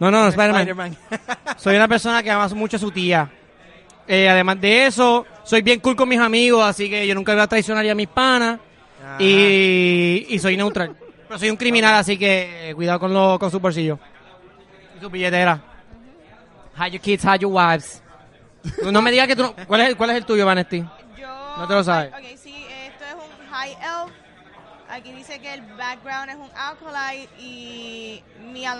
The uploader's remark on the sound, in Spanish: Fue grabado ¡EN VIVO! Desde la tienda Gaming Zone en Plaza las Americas.